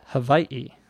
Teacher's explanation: In the island itself, the people who live there call it Hawaii, where the W becomes like a V.